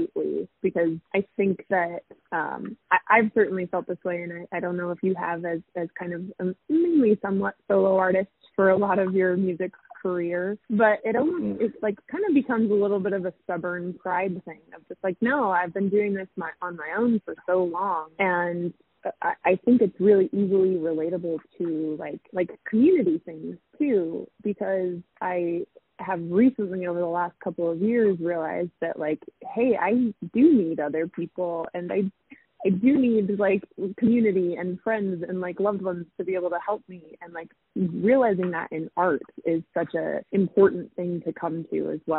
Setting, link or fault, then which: link, phone line